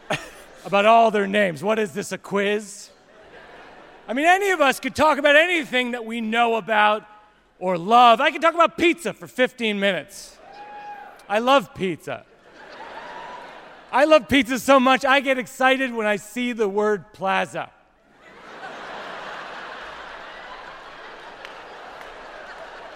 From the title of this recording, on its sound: Live from D.C.!